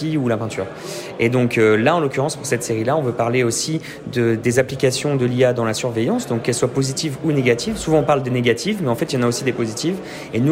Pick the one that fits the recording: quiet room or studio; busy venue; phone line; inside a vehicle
busy venue